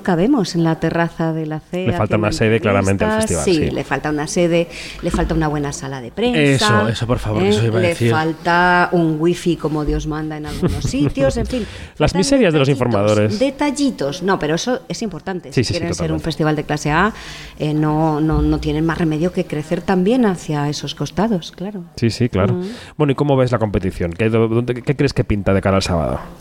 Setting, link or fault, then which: setting, busy venue